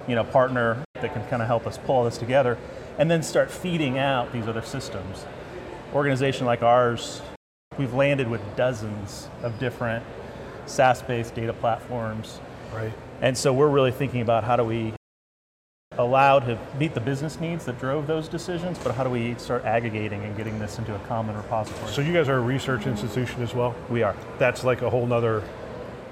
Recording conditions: busy venue